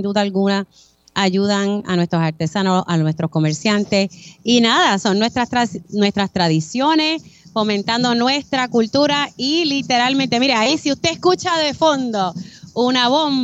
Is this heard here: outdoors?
yes